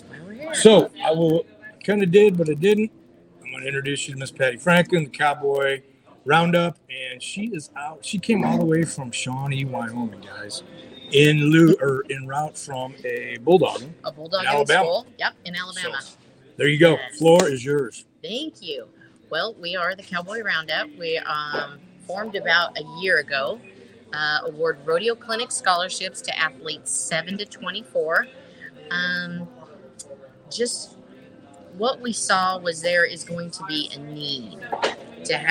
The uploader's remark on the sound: Live at The Broken Spoke Saloon